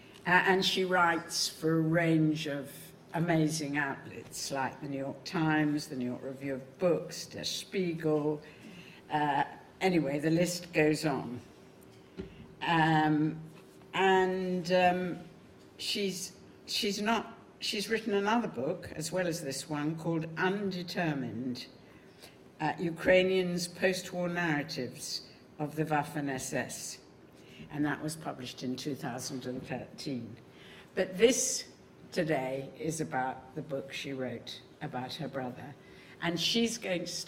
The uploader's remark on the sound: In this public lecture. Her lecture is followed by a discussion.